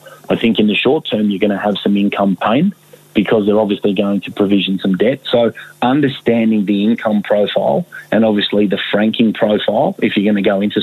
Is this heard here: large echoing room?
no